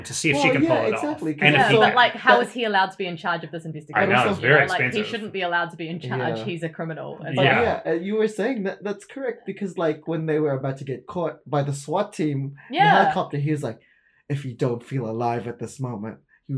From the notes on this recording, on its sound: Heads up, the audio sounds a little different this episode! We don't think it's hugely distracting but just a little mic mix up.